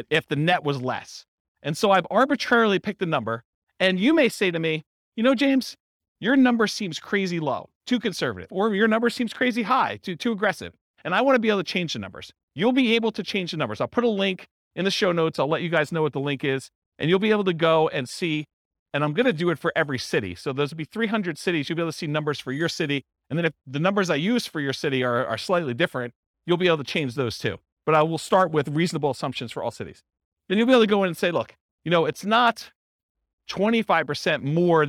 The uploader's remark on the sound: This was a live class recorded